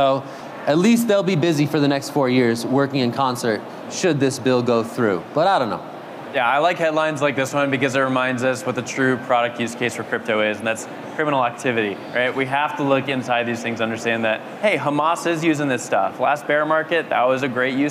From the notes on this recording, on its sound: "The Hash" is live from Consensus in Austin, Texas